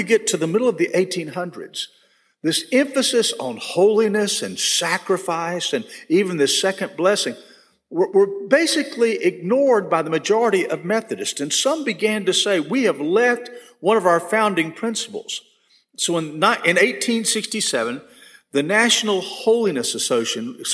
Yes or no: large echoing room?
yes